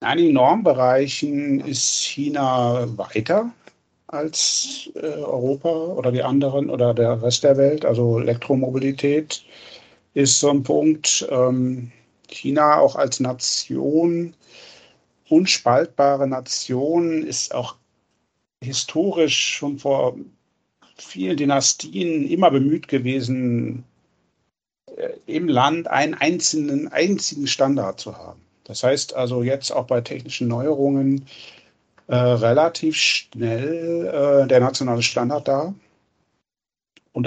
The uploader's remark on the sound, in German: ChinaWebinar Live. Live Podcastaufnahme von dem Webinar.